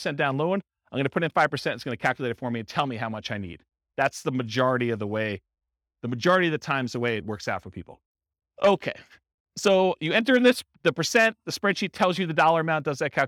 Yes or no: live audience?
yes